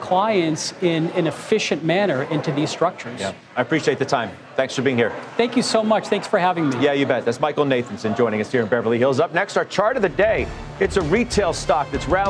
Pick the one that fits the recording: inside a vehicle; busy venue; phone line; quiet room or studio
busy venue